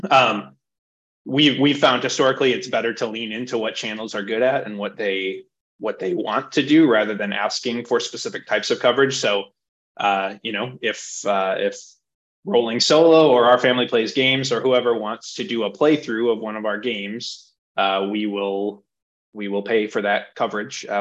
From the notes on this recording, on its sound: hosted a Zoom panel